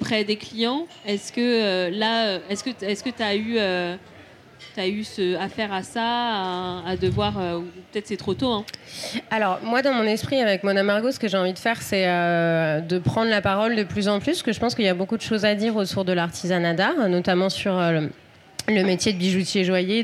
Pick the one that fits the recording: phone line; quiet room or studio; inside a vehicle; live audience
live audience